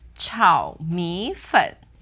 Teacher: so we have three third tones here together again